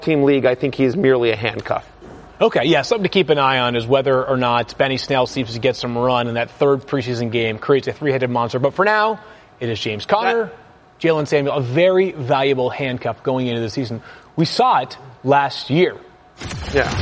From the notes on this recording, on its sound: Live from the Fantasy Marathon